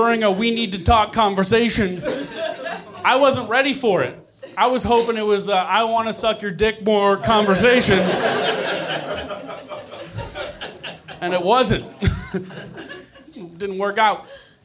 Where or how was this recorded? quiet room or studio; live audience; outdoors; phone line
live audience